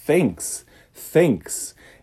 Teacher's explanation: Não é som de F, não é thanks, e não é som de S, thanks. É um TH. É uma língua entre os dentes. · Term: TH desvozeado